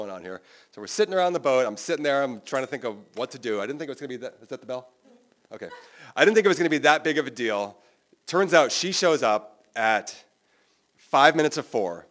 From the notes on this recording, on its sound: Recorded live in Provincetown, Massachusetts at WOMR Davis Space.